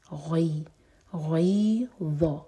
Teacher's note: فتح کو یا سے جوڑیں گے تو یہ ہے مدلین